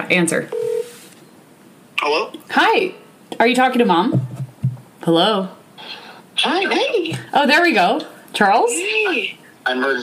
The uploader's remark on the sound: Chat on the phone before and after the latest Vice President Debate.